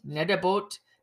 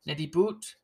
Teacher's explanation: It is an A to an I and an O to a U sound. The root of the word is different, even though it has the same consonants.